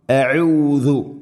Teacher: അഊദു, ഹംസ തൊണ്ടയുടെ താഴെ ഭാഗം, ഐന് തൊണ്ടയുടെ തൊട്ട് മുകളിൽ മധ്യഭാഗം, പ്രധാനമായിട്ട് ശ്രദ്ധിക്കേണ്ടത് ദാല് ഔദു അല്ല, അപ്പോൾ അർത്ഥം മാറിപ്പോവും.